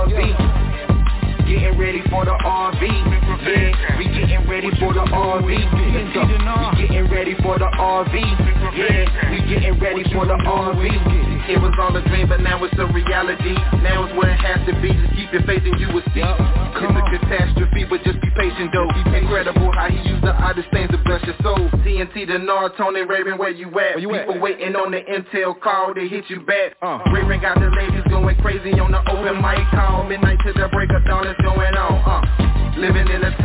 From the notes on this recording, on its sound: TNTSuperfantastic Conference Call.